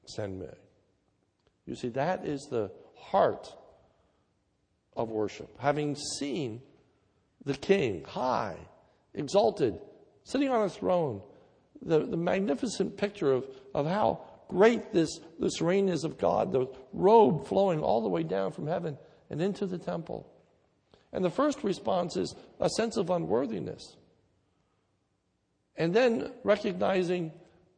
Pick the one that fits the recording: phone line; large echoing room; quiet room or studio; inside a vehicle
large echoing room